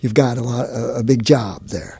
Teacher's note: short O words that are kind of sliding forward towards where the short A words were · Term: northern city shift